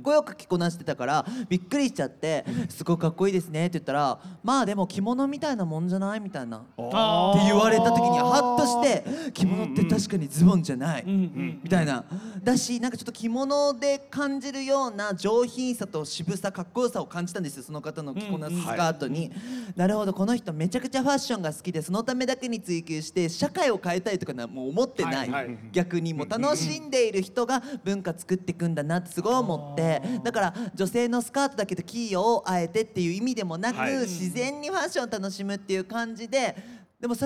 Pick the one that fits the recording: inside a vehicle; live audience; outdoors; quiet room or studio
live audience